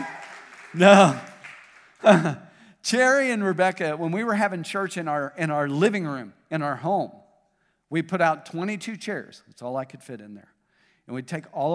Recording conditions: large echoing room